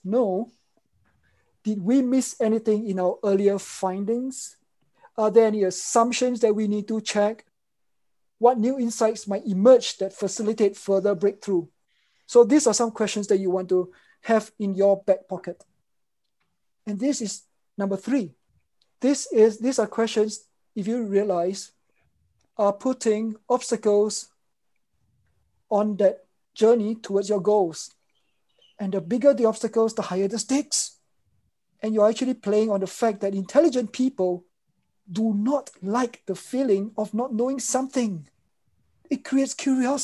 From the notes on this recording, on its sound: In this webinar recording